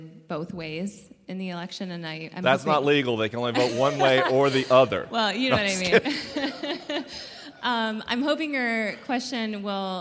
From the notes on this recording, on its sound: LIVE in Grand Haven, MI. This week is a live episode: the questions are unscreened and the answers are unrehearsed.